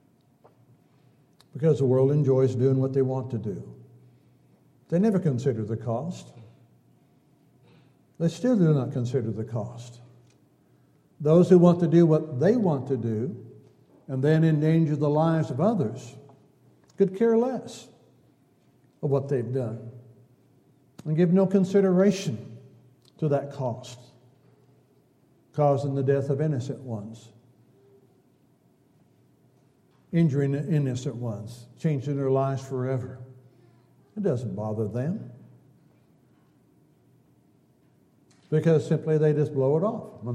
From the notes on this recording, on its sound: Downtown Church Of Christ Audio Sermon